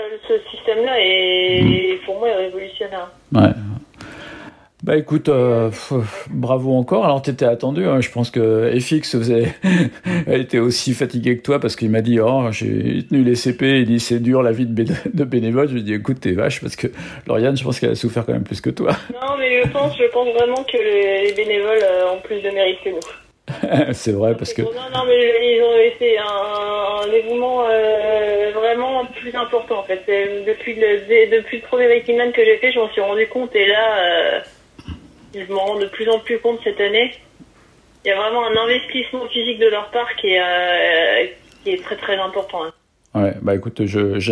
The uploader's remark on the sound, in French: j’ai appelé par téléphone